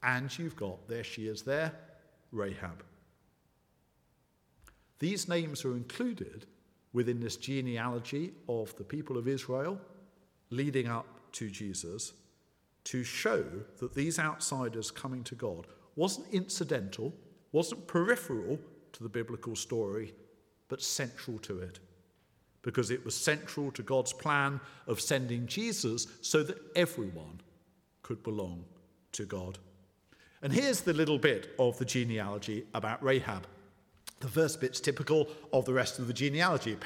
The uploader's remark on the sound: at the 11 o'clock service